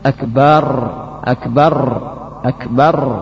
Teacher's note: banyak menggetarkan ra sehingga ia ucapkan akbar